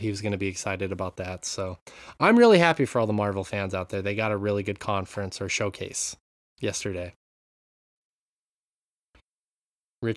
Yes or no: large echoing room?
no